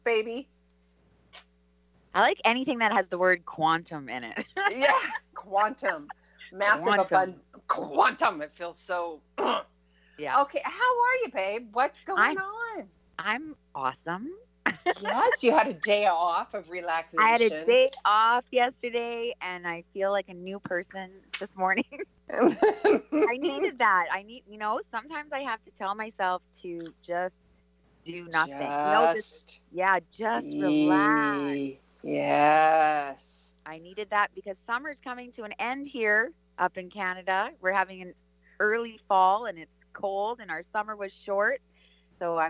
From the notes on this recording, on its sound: Open up the phone lines to educate, inspire, heal and give readings.